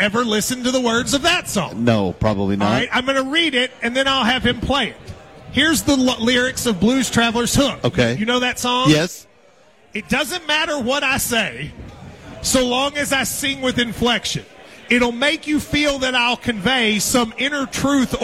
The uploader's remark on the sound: Live at the KSR Lexington Golf Scramble